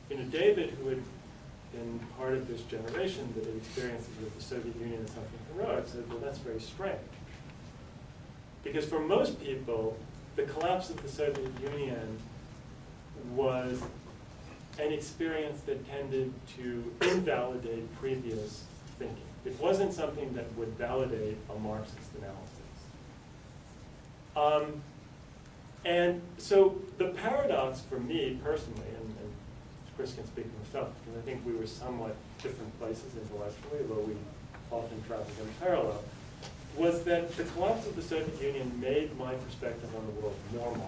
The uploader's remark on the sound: delivered on April 7th, 2012 as part of the 2013 Platypus Affiliated International Convention held at the School of the Art Institute of Chicago